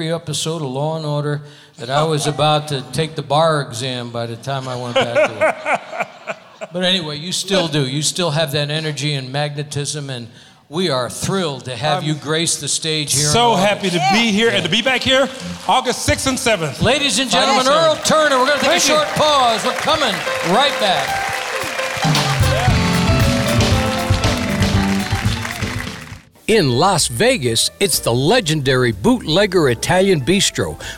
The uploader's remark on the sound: Live at the SouthPoint Casino